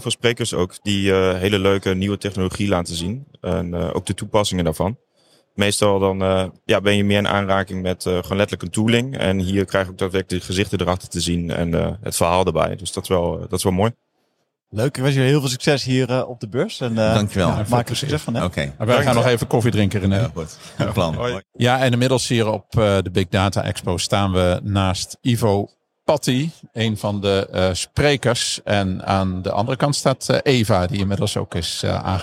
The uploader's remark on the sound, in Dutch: We waren met De Dataloog aanwezig op de Big Data Expo. Voor de gelegenheid hebben we een speciale PodKast gemaakt, waarmee we door de gangpaden van het evenement liepen en waarmee we de keynotesprekers direct na hun sessie wisten te strikken.